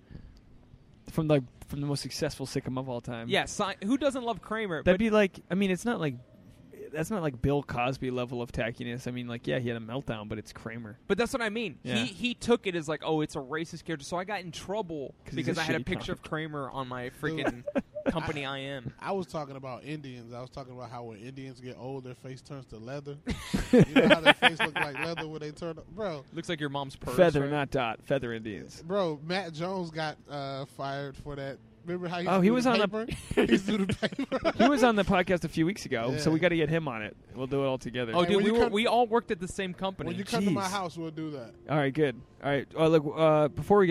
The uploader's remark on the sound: sit down outside a Ben & Jerry's